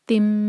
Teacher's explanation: तिन जो है मीम में मर्ज होगा स्लाइडिंग तनवीन है कसरा की तो हम तिन नहीं तिम पढ़ेंगे